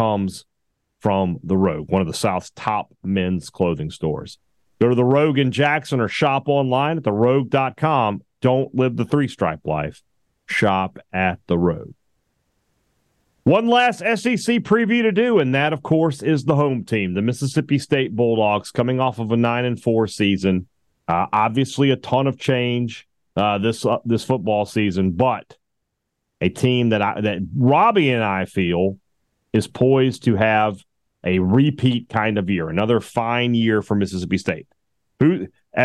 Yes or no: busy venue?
no